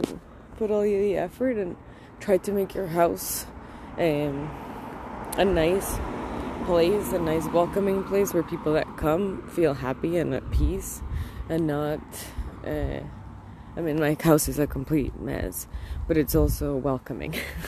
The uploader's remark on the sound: I lit up a joint and walked across the street and recorded this.